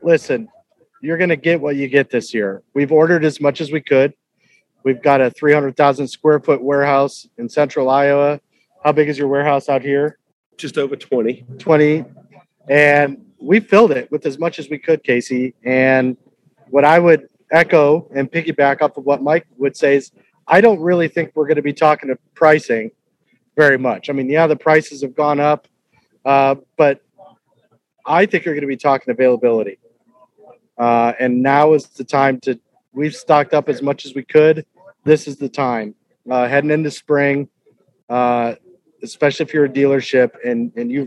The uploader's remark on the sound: Live From the World Ag Expo. Live from Tulare.